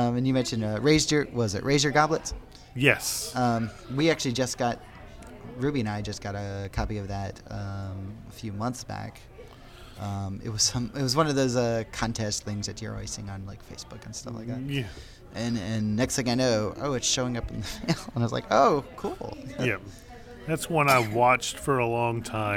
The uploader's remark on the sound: Recorded at ShushCon